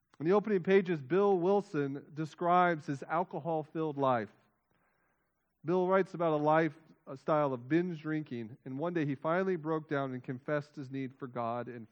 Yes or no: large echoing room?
yes